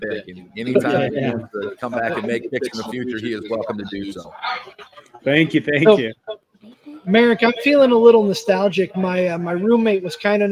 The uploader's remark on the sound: Royal Runble Watch Party Preshow. Broadcasting live on location.